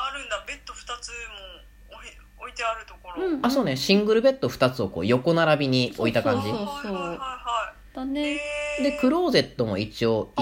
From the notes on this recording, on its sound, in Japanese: イギリス在中。LINE電話でのやりとりなので、声が遅れたり音質が悪いことがありますので、ご了承ください。